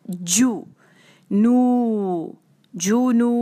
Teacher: ایک حرکہ رہے دونوں لیٹرز اور اس کے علاوہ یہ کہ دمہ کی آواز گول رہے جو کی طرف نہ ہو